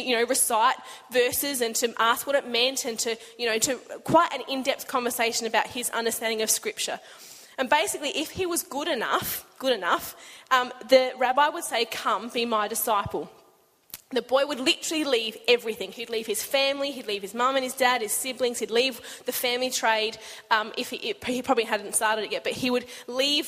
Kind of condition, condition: setting, large echoing room